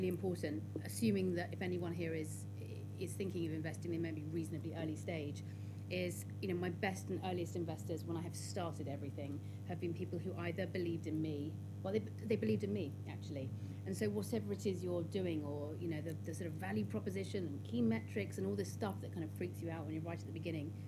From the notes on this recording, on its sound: This talk was recorded on the Positive Futures stage at Vevolution Festival 2019.